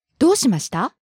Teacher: Notice a rising intonation.